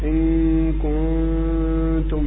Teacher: لابد من ترقيق الغنة مع التاء